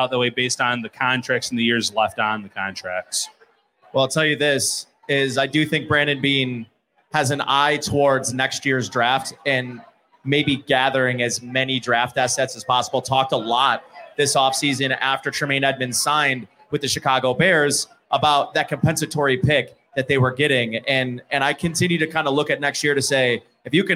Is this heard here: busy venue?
yes